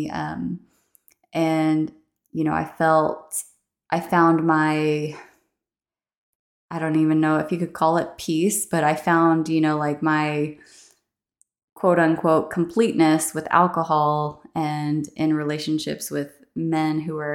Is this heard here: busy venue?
no